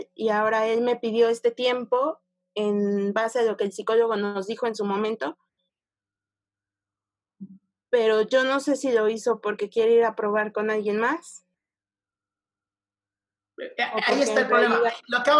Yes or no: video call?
yes